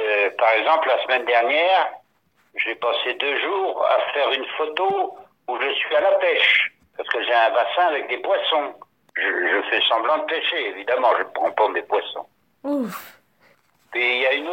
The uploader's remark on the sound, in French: Au téléphone